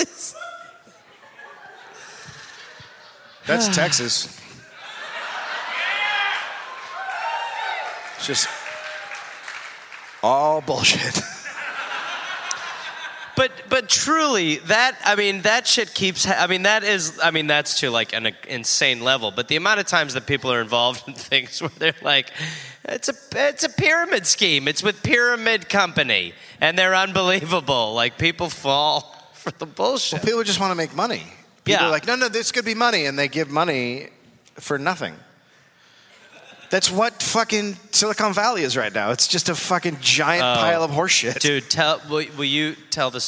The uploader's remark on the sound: Recorded live in Houston.